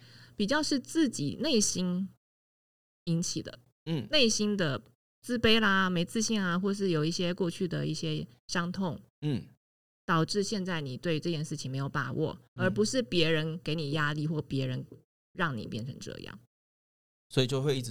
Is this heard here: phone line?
no